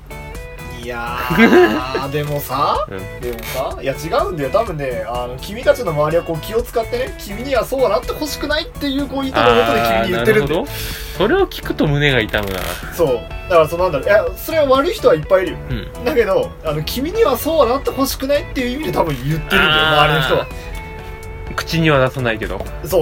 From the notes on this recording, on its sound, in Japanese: 録音機材：iPhone7。